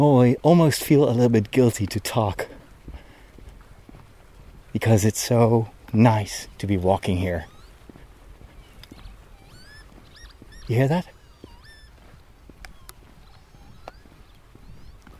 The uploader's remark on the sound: While walking through the unusually quiet countryside on a sunny day